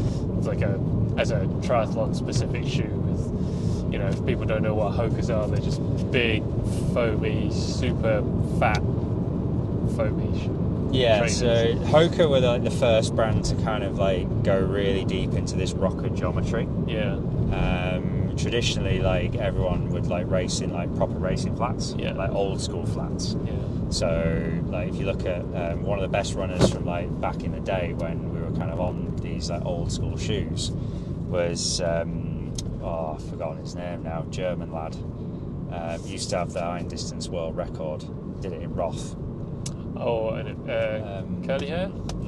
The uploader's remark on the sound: They're still in the car and the fuel light has come.